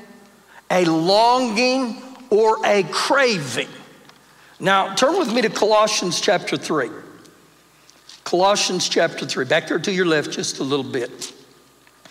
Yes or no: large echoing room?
yes